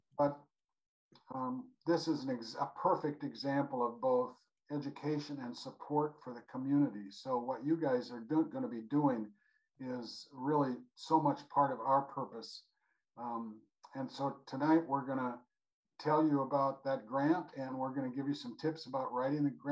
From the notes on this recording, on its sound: A Zoom presentation by the Iowa City Human Rights Commission